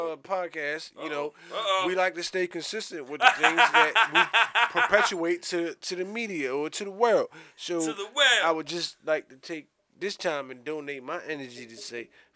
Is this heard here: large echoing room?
no